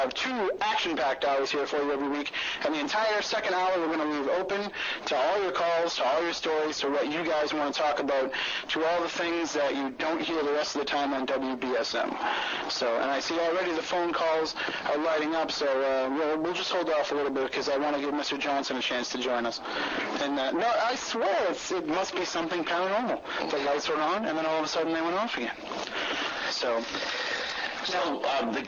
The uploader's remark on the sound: Apologies for the audio issues.